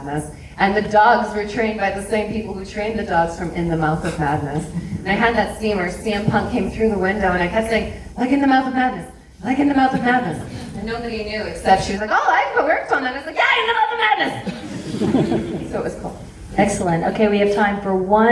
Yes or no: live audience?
yes